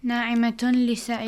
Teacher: So, when we merge, okay, that noon sound is merged with the lam